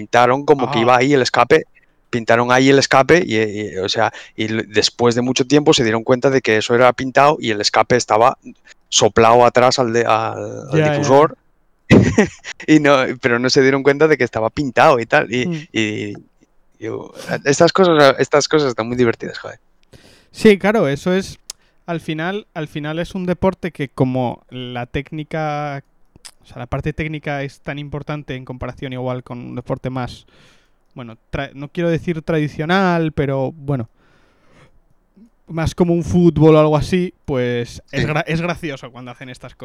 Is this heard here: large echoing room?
no